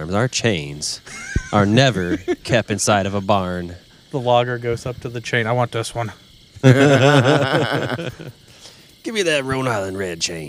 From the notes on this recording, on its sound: This episode was recorded at the campground around other people, in the fresh cool Indiana air.